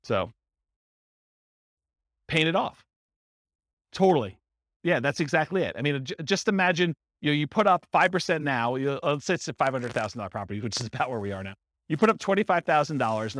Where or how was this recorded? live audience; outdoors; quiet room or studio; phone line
live audience